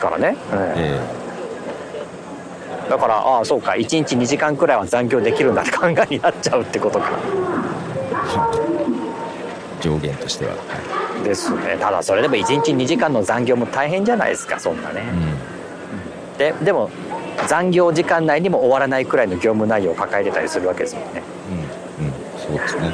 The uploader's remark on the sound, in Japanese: 今月は高校野球の実況後に外から収録していましたが。